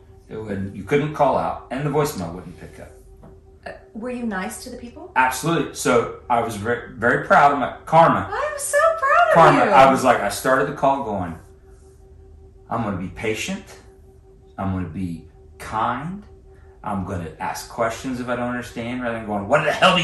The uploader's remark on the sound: We're sharing a mic so it's kinda rough.